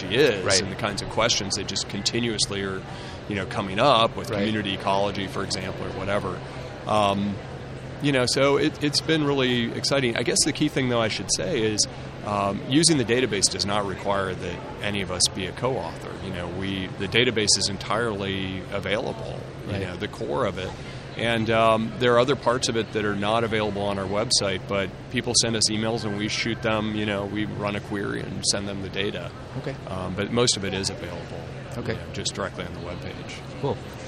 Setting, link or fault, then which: setting, busy venue